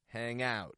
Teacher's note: Hang out. Raising the stress on the out.